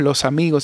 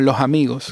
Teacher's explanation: En mi caso, como nosotros aspiramos la S, no, no decimos los amigos, sino los amigos, como una J casi · Shown in: second take · ¿no? Y, así siempre, cuando la S está entre dos vocales, ¿no?